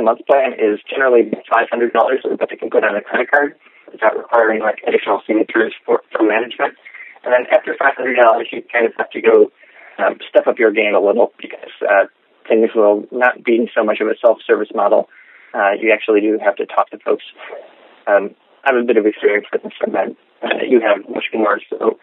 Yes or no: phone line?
yes